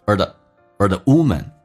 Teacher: 直接轻轻的像儿化音一样，美式发音需要卷舌，轻度卷舌